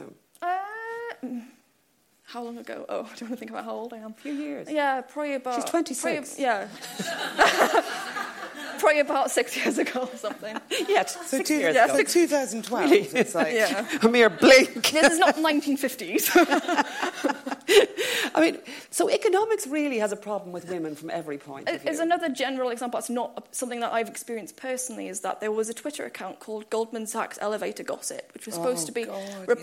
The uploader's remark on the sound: As part of the Mountains to Sea book festival’s International Women’s Day event at the LexIcon in Dun Laoghaire